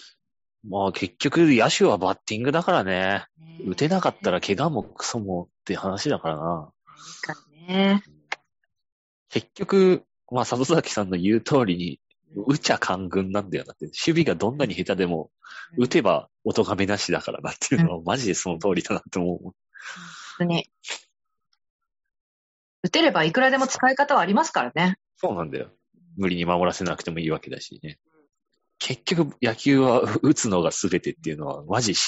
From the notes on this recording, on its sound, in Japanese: ZOOM収録なのでお聞き苦しい箇所もあるかもしれませんがご容赦を！回線悪かった～！